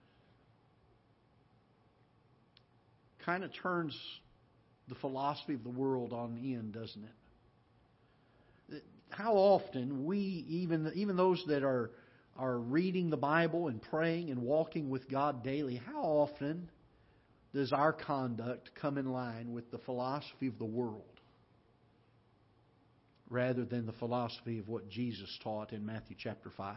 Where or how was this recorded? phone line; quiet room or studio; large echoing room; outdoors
large echoing room